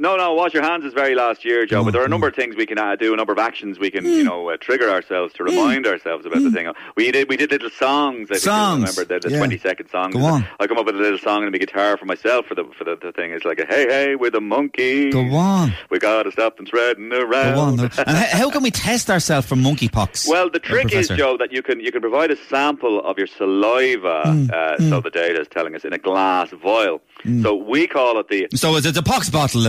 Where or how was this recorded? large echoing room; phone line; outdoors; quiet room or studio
phone line